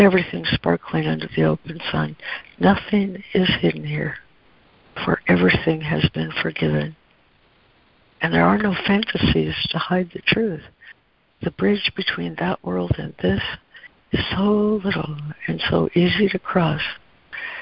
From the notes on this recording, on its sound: ACIM Daily Conference Call